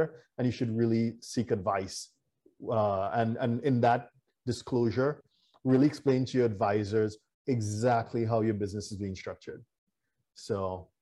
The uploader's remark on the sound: WEBINAR. For those joining us on Zoom.